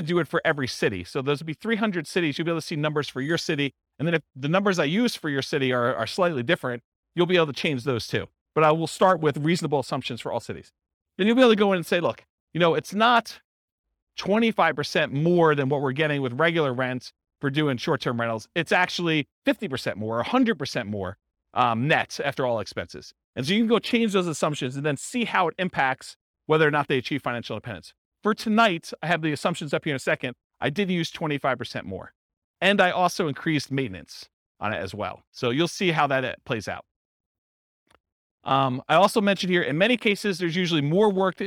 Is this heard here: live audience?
yes